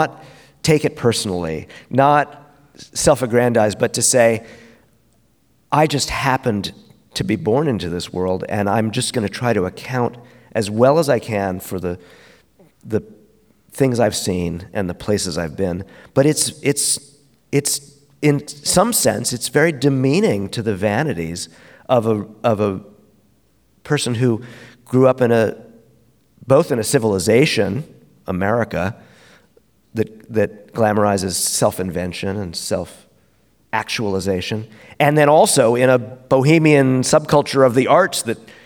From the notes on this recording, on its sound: In front of an audience at the 2023 Portland Book Festival.